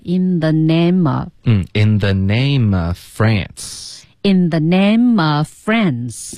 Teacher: I claimed you.好，那后面呢？我们就有 in the name of France.那这里呢？我们的 name 跟 of 要连读，nameof。后面呢这个 v 的音跟 France 的这个 f 的音其实是一模一样的嘴型，唯一的区别呢是一个是一个浊音这个 of，一个是一个轻音这个 France，所以这个时候呢因为他们发音嘴型上有冲突，我们就把这个 v 的音呢给省了